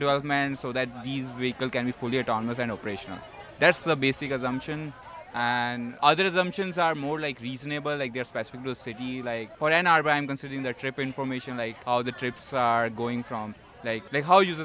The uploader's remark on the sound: This episode took place live at the COGS Fall Welcome Back event.